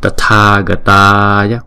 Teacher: Hai chữ A màu đỏ có dấu gạch ngang trên đầu thì chúng ta đọc kéo dài hai nhịp. Còn ba chữ A còn lại chúng ta đọc một nhịp mà thôi.